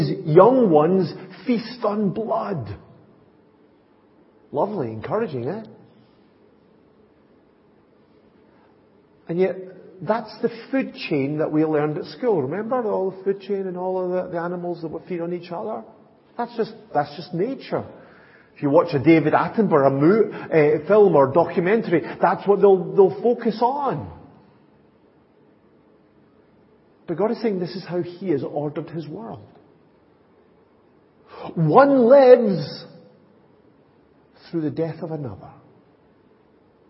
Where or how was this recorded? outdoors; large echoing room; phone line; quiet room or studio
large echoing room